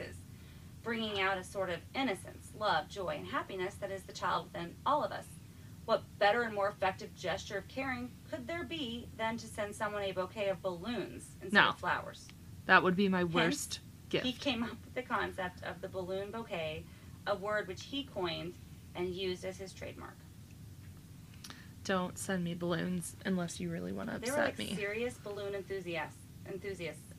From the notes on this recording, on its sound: Heads up, I know Audio isn't amazing in this. I tried to edit to best of my limited knowledge. We are still working out kinks with mics and sound mixing.